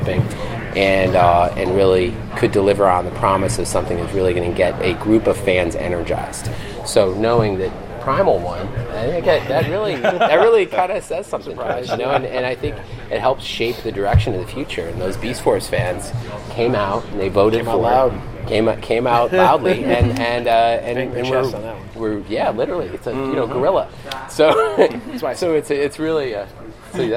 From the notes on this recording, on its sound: Audio from the Hasbro Q&#38;A which occurred after the product presentation Saturday. Transformers Design Team Q&A from Toy Fair 2017. Audio from the Hasbro Q&A which occurred after the product presentation Saturday.